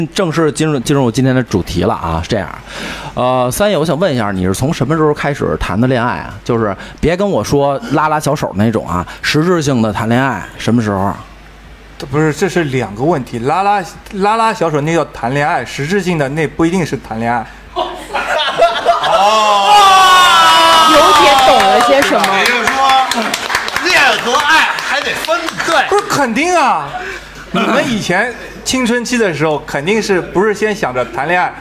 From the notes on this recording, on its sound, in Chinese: 线下聚会特辑。很高兴有许多小伙伴到了现场与我们主播一起活动交流。这期节目就是随机邀请当天到场的朋友们来参与录制的。